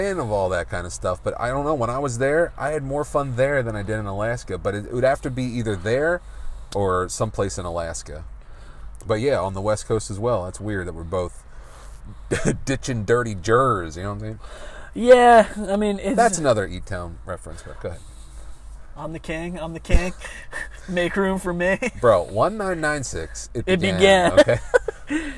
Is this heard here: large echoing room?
no